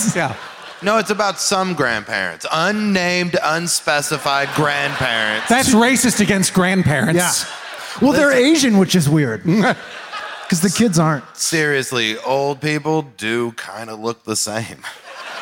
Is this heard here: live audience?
yes